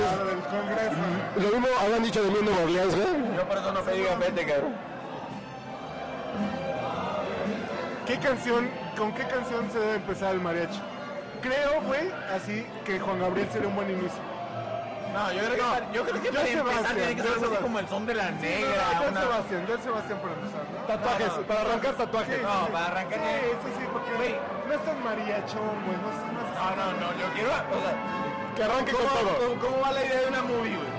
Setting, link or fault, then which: setting, busy venue